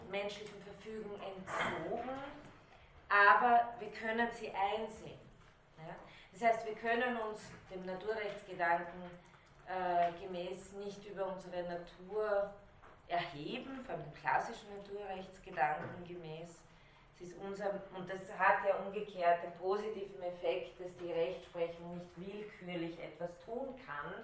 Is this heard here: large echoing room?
yes